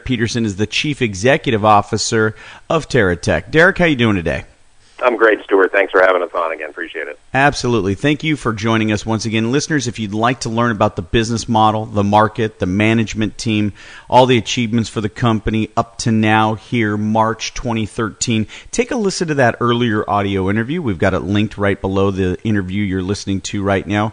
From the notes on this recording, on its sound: called into SmallCapVoice